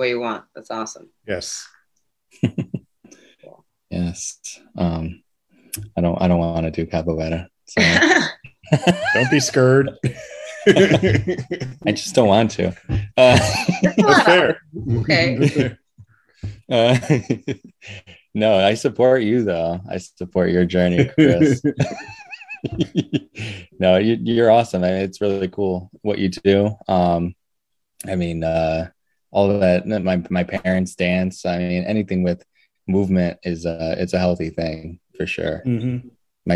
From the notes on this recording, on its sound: Recored Live on Zoom